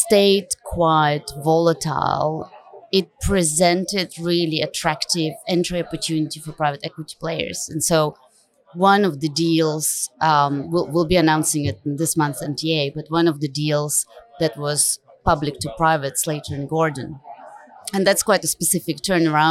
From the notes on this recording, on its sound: In this LIVE podcast recording from ASA Sydney. We apologise for the background noise, this was filmed live on location.